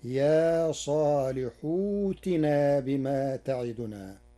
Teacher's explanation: بإبدال همزة القطع واوا ساكنة من جنس حركة الحاء قبلها بعد حذف همز الوصل تخفيفا، فتصير يا صالح ائتنا بما تعدنا.